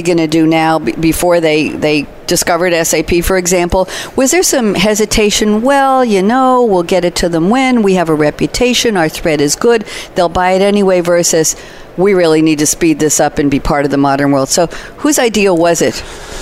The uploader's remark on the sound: Coffee Break with Game-Changers Radio was invited to broadcast live from SAPPHIRE NOW 2017 in Orlando.